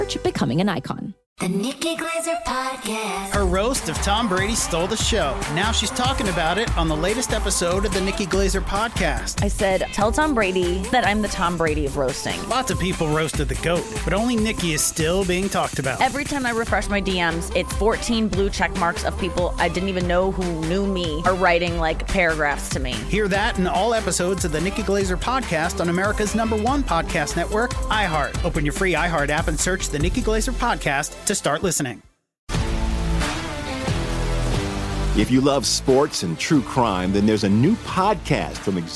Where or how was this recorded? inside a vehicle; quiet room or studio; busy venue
busy venue